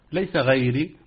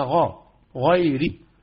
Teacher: الغين مفخمة والياء مرققة والراء مرققة · Shown in: second take